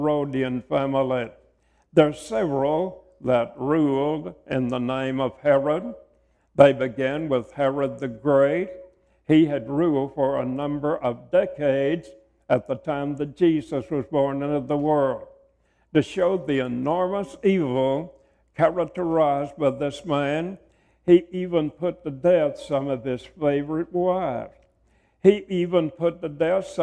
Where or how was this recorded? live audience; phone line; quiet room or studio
live audience